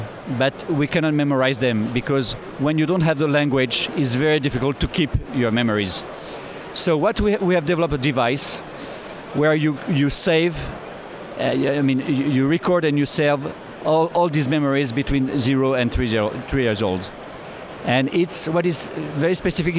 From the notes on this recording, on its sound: LIVE from CES